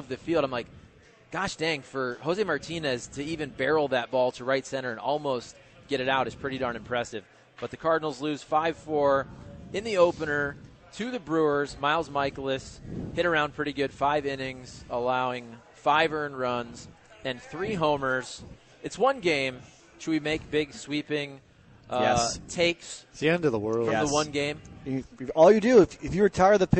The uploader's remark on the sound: broadcasting live from Hot Shots in Saint Charles